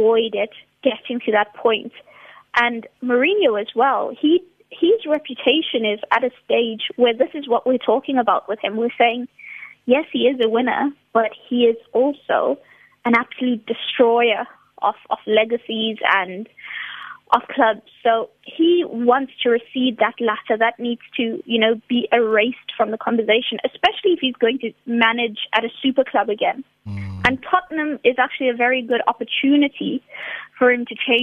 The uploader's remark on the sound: We are joined on the line